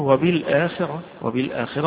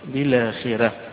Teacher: الوجه الثاني في ذلك أو القراءة الأخرى في ذلك قراءة الجمهور وبالآخرة وبالآخرة، والراء مفخمة عند الجمهور، لكن عند الأزرق عن ورش حيقرأها مرققة